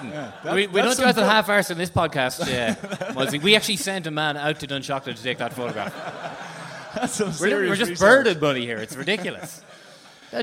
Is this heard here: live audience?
yes